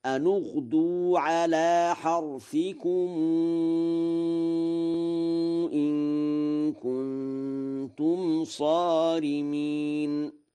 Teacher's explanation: قرأ ورش أن اغدوا بضم النون وصلا اتباعا لضم الحرف الثالث من الكلمة التي تلي هذا الساكن، ولم يعتد بالساكن الثاني لأنه حاجز غير حصين، فيقرأ هكذا: أن اغدوا على حرثكم إن كنتم صارمين.